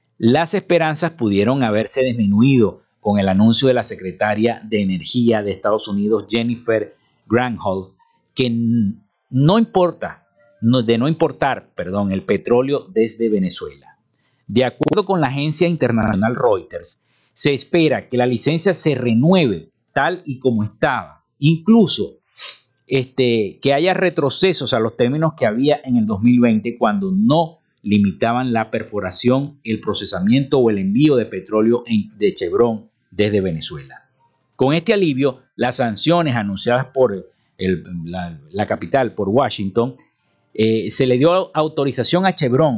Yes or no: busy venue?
no